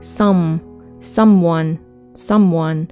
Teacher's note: 这个闭口音在里面是要发音的，所以发到这里你要把嘴唇闭上。